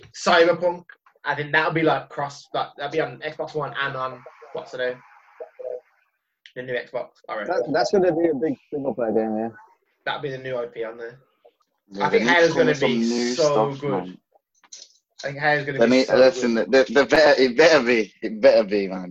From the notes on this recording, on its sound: sorry for the audio